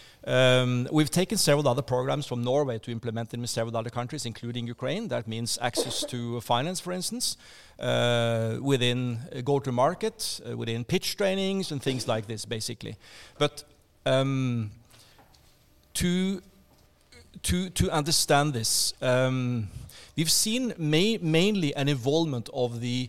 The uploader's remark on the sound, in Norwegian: live fra Stortinget